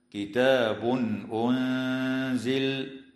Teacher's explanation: يظهر التنوين عند الهمزة في قوله تعالى: كتاب أنزل